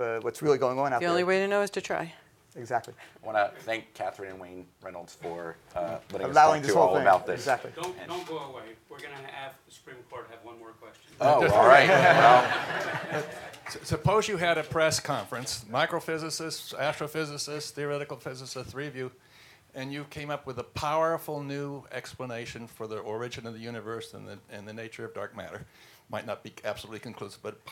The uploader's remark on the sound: recorded at the Auberge du Soleil in California’Äôs Napa Valley during the 2014 International Achievement Summit